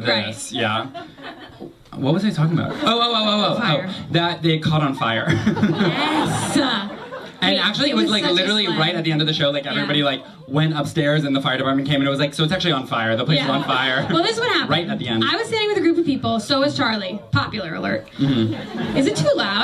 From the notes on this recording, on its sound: It's our new york comedy festival live show episode!